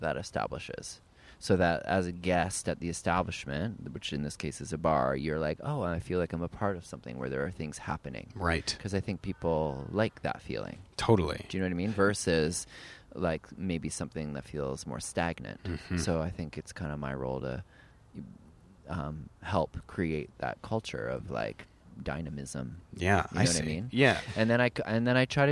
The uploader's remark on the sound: in Prospect Park